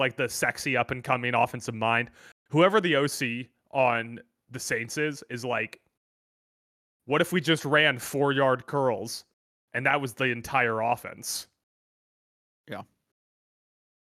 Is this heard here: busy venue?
no